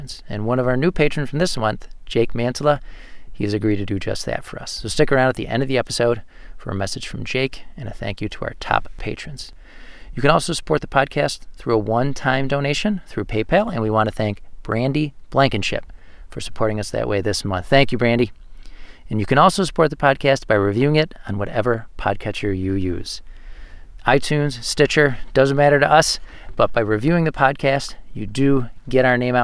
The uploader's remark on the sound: This episode was recorded in February 2021 at the Deer Lick Conservation Area , a Nature Conservancy property, located in Gowanda, NY. This episode was recorded in February 2021 at the Deer Lick Conservation Area , a Nature Conservancy property, located in Gowanda, NY.